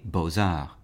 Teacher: For example, with two words such as beaux-arts, the first word is spelled B-E-A-U-X, and the second word is A-R-T-S, but we hear the Z sound from the X connecting to the A · Term: liaison